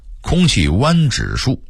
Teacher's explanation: 因为他的语速忒快，把污染变成弯或晚了 · Term: 吞字或变音